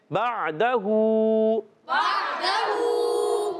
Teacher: تو بعدہو میں با کو عین سے ملائیں گے، عین کی ادائیگی حلق کے درمیان والے حصے سے